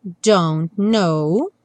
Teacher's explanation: a gente não pronuncia nem o T do don't